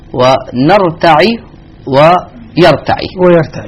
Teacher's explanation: نافع وابن كثير يقرؤون بكسر العين